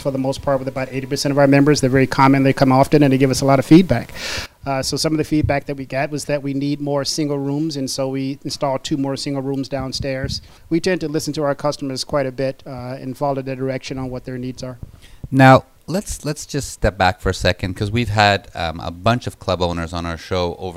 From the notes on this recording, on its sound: On location at The Lux Social Club in Chicago.